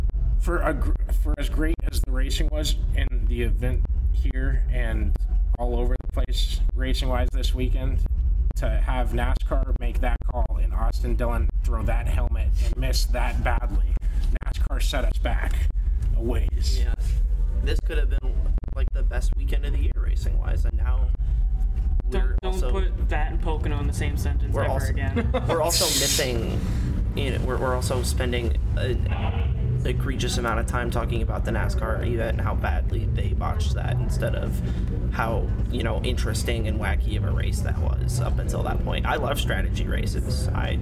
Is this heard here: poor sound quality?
yes